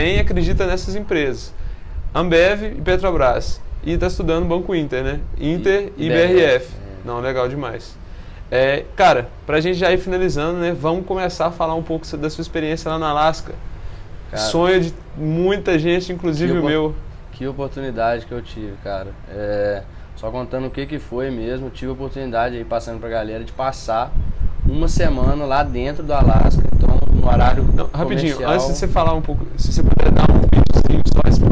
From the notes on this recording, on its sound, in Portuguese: Na gravação tivemos um pouco de problema em relação ao vento, que atrapalhou o audio em alguns momentos.